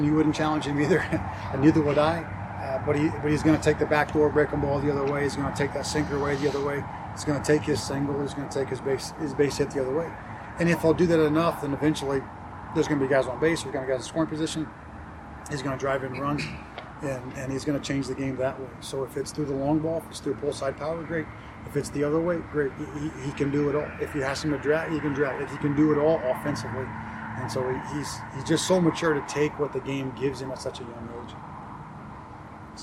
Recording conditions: busy venue